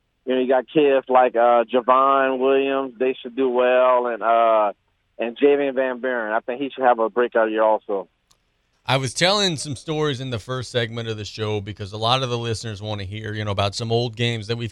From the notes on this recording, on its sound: On the phone lines.